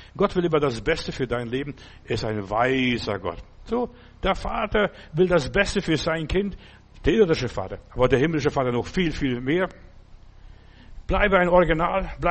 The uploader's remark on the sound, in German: September 2023 im Gemeinde-Zentrum in Berlin aufgenommen.